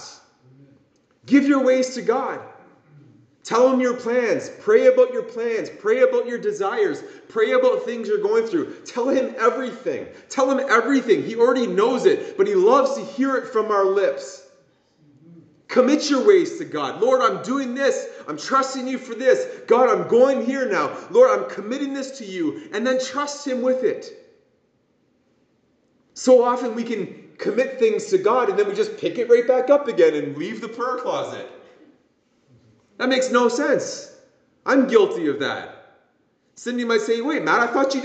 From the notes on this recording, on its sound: This message was preached at Promise Worship Centre International in Kitchener Ontario.